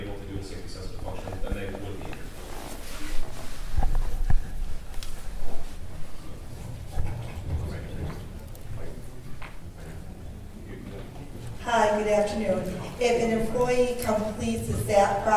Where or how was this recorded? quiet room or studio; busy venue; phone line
busy venue